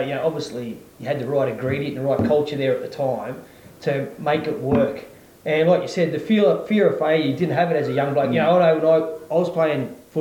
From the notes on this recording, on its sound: Apologies for the audio, it was recorded on location in the committee room at the Robinvale Euston Football Netball Club. It's not the quality we'd like of course.